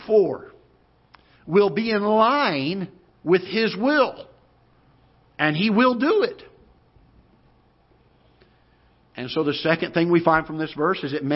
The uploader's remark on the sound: Ketha Heights Baptist Church ~ Live Broadcast